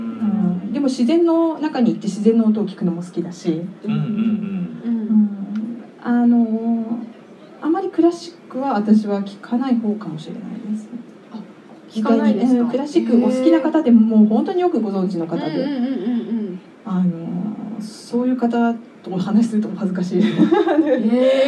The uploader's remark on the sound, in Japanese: 公開収録の後半をお届けします